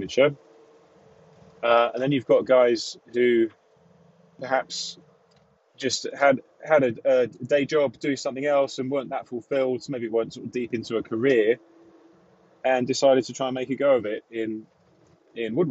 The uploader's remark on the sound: Chats from the van. I'm experimenting with these off the cuff monologues recorded in the van when I'm on my way home from installations or quotes.